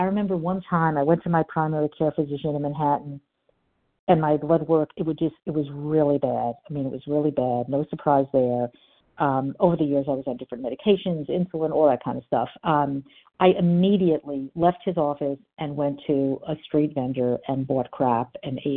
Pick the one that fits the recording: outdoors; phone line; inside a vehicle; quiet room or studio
phone line